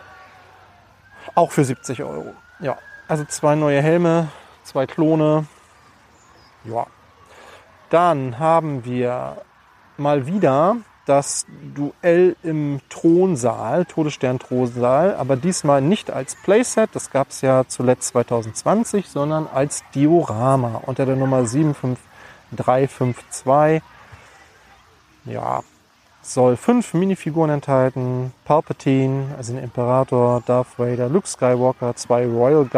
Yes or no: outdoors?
yes